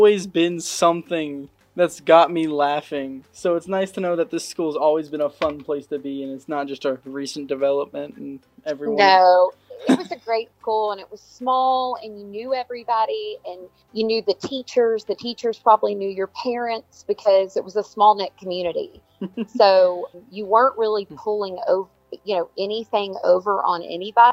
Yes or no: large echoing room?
no